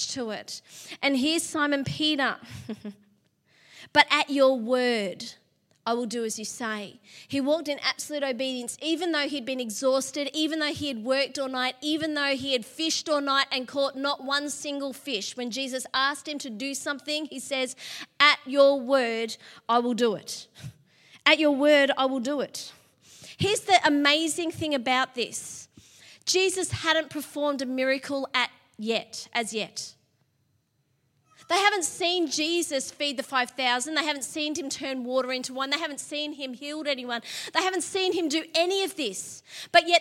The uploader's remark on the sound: LIVE at Echo Church.